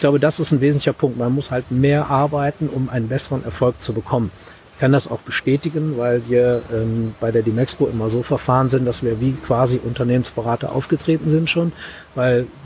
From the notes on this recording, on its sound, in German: Der Podcast wurde im März 2019 auf dem Next Act Event aufgenommen. Der Podcast wurde im März 2019 auf dem Next Act Event aufgenommen.